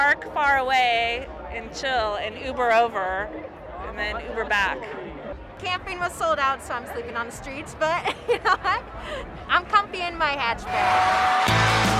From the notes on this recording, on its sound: Talking with Festival Lovers at Cali Roots. Woodstock Nation headed to the 10th Anniversary of Cali Roots - a 3 day Reggae music festival the Monterey County Fairgrounds.